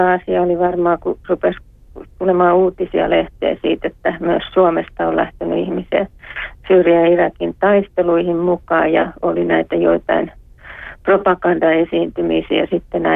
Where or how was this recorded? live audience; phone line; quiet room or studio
phone line